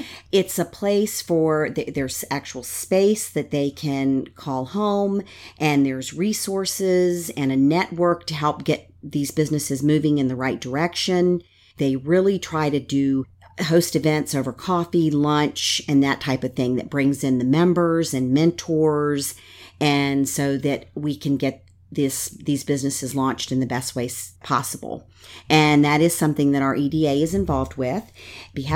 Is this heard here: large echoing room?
no